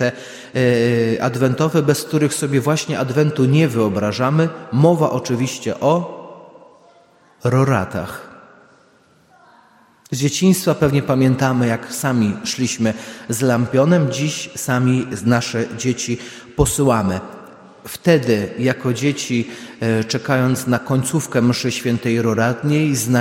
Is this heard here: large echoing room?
yes